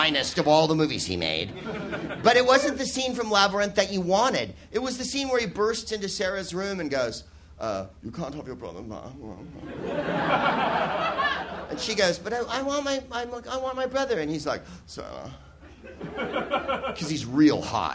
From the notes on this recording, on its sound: Live from the Soho Theatre in London